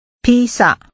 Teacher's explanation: The tones are high level and falling.